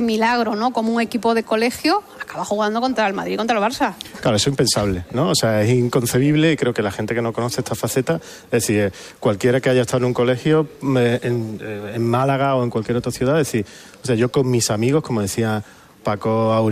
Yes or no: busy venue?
yes